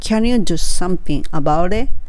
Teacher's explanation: この場合はあげますね。語尾はあげます。